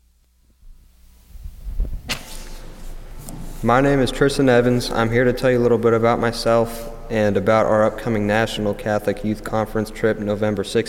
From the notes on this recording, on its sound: Mass from Holy Spirit Catholic Church in Creston Iowa